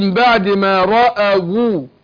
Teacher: الواو هنا اصلا واو لينيه. راوا واو ساكنه وقبلها مفتوح يبقى واو لينيه